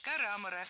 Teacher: правильный вариант – карамора с ударением на втором слоге